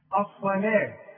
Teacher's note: وأقيم، شوف وأقيموا الصلاة، أوعى تقول الصلاة. الصلاة، الصاد مفخمة، اللام دائما أنا قلت لك مرققة إلا إذا كانت في رب الجلالة